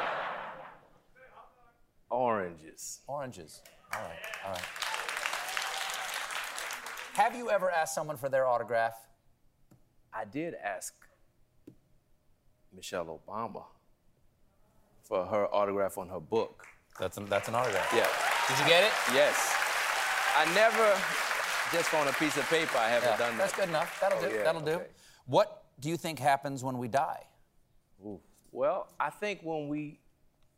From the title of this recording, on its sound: LIVE Monologue